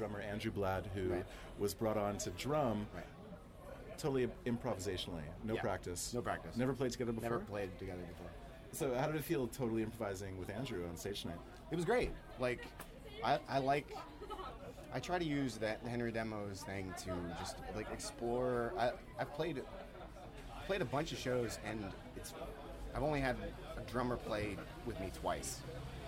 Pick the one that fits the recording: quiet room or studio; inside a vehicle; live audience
live audience